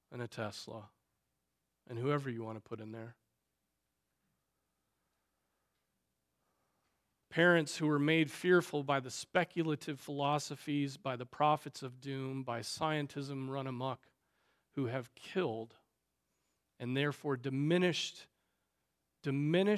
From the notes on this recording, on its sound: At Trinity Presbyterian Church (Evangel Presbytery) in Spartanburg, SC.